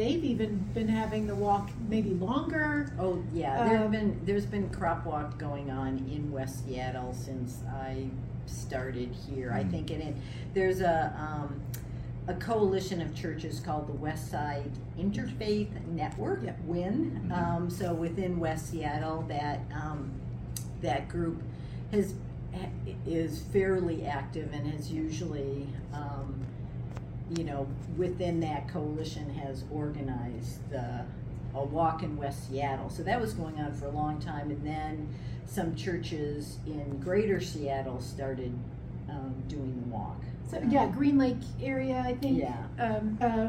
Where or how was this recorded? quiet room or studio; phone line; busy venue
busy venue